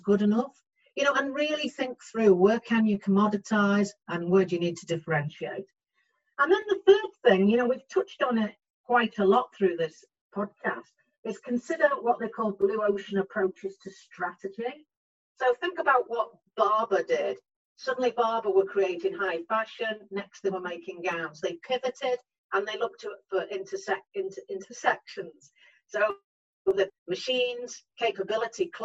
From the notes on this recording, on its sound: This episode was therefore recorded online.